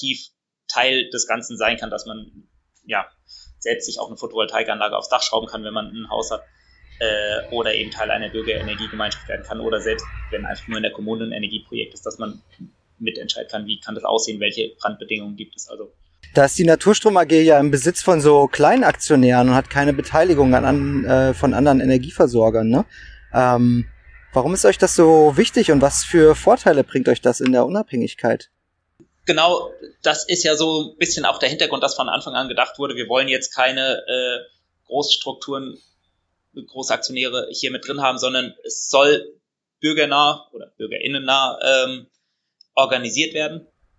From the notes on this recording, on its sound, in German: auf Instagram-Live